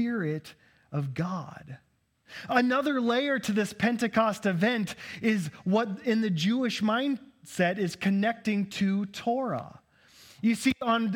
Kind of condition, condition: setting, large echoing room